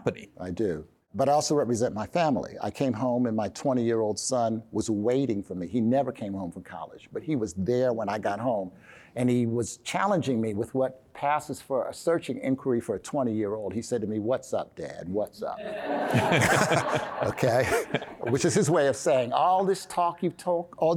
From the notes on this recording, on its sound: Recorded live in Washington D.C. At a Deloitte Next Generation CEO event.